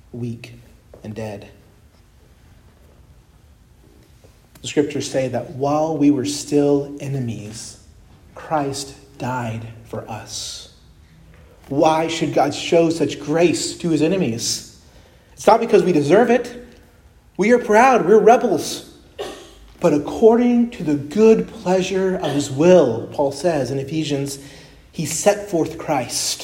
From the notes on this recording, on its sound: preached at Christ Our Savior Baptist Church